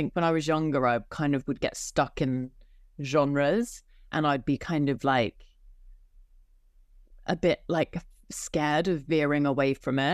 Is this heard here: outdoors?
no